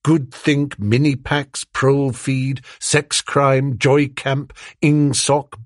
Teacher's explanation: words of two or three syllables, with the stress distributed equally between the first syllable and the last. The use of them encouraged a gabbling style of speech at once staccato and monotonous.